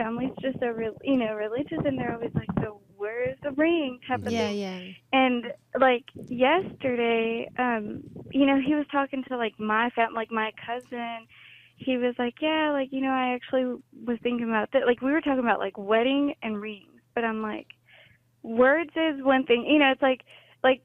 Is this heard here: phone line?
yes